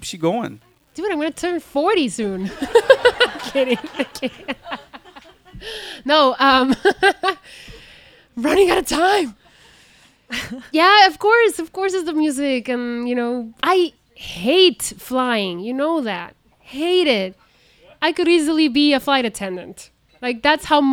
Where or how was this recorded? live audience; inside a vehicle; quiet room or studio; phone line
live audience